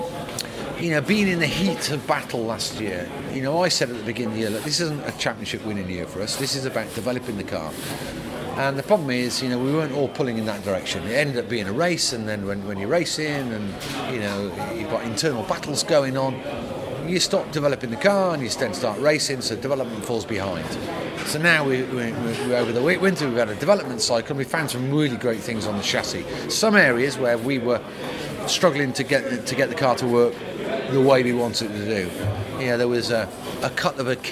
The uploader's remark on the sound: Media Day Donington Park